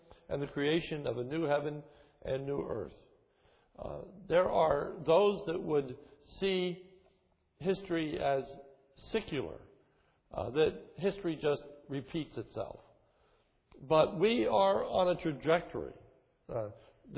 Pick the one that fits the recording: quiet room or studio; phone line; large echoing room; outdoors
large echoing room